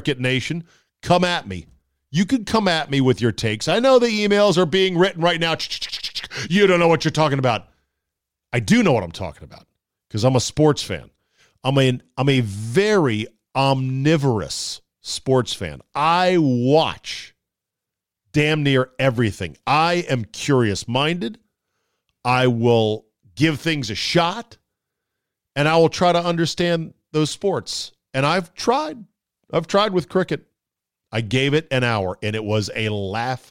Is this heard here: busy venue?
no